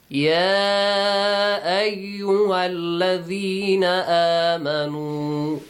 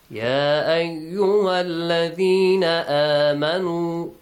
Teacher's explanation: Ya ayyuhalladhina amanu. Ya, the mad is not wajib, but you can stretch it. · Shown in: first take · يا أيها الذين آمنوا or you can skip it.